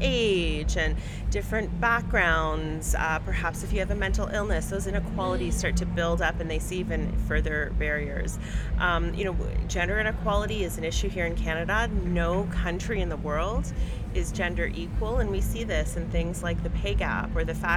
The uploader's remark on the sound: On location at Women Deliver in Vancouver. This year's Women Deliver conference was held in Vancouver, B.C.